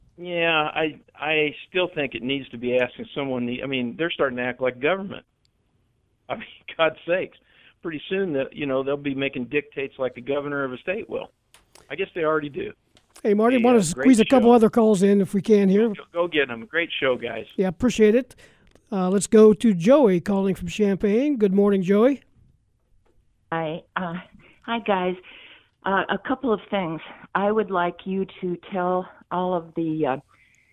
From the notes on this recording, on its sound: Taking your phone calls and texts.